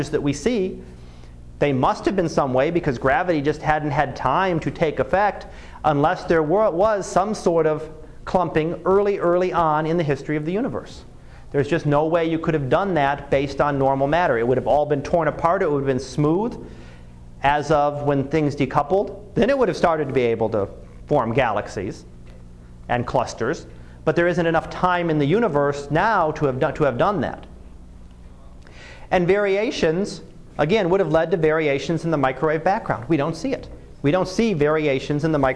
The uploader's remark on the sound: Live Class Lecture